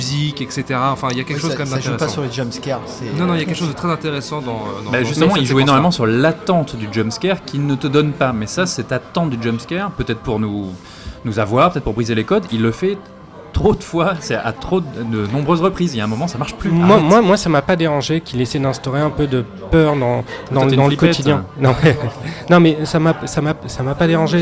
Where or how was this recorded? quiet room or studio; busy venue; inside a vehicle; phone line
busy venue